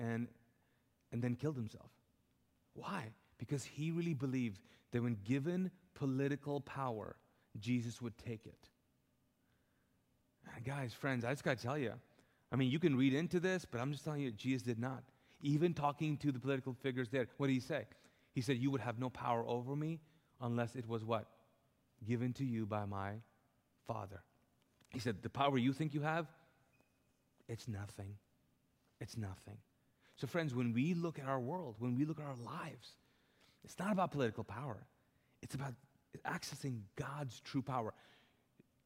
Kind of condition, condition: setting, large echoing room